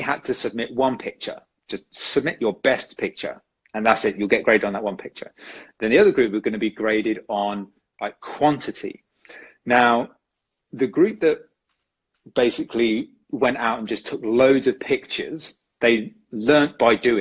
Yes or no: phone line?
no